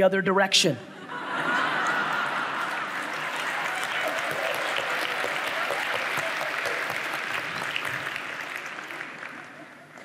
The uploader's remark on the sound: a segment from a throwback keynote I gave in Jakarta, Indonesia a few years ago